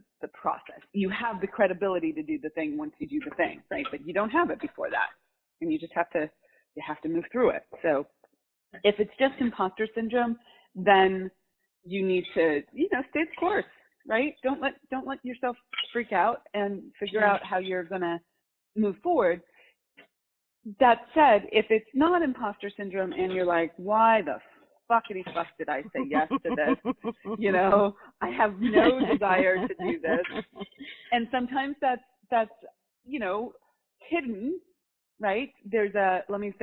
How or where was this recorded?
phone line